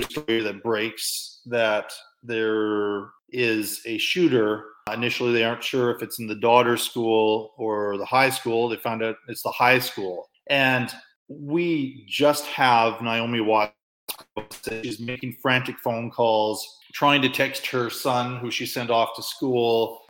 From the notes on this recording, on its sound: due to some wifi issues during recording, there are some sound issues throughout the episode